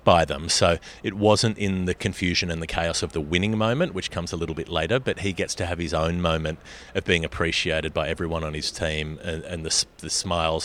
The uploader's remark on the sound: We did record this the day after the final, both of us at airports in different countries on the way home to Australia. Somehow the audio disappeared but we've managed to salvage it since.